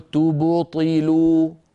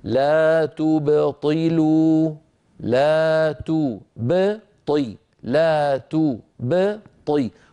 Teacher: الباء هنا باء ساكنة مقلقلة قبلها ضمة وبعدها كسرة · Shown in: second take · فلا يصح أن أقول تبطلوا فأجعل الباء تتأثر بالضمة التي قبلها.